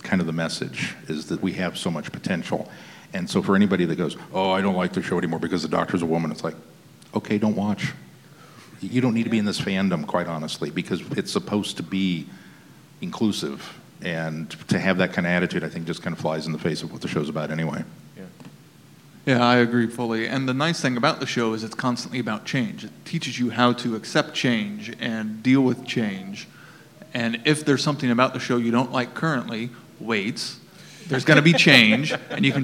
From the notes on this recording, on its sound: Invited us to record a live podcast. Last month we had the opportunity to join in on a panel at Kansas City Comic Con with the hosts of A Gal & A Gay podcast.